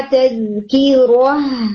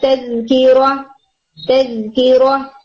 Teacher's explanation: जब आप हा के ऊपर एंड कर रहे हो तब आपने हा को प्रोमिनेंट रखना है · Shown in: first take · लाइक इबन हा तज़किरुह.